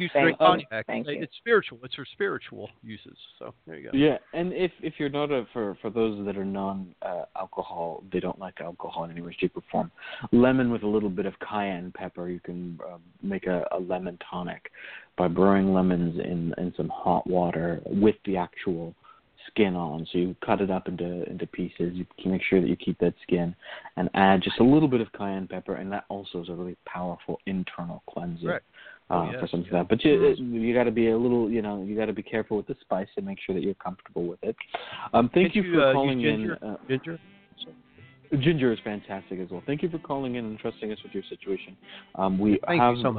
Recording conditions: phone line